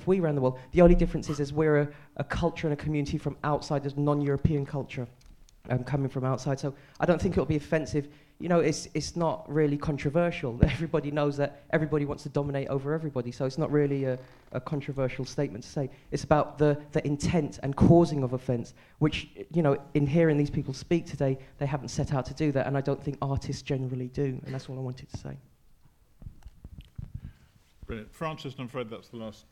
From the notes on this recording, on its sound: The question and answer session from the panel discussion